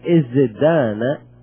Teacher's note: فقلبوا التاء إلى دال ليكون ما بعد الزاء مجهورا مثله، مثل الزاء، كما أن الزاء مجهورة أرادوا حرف مجهور فجاءوا بالدال.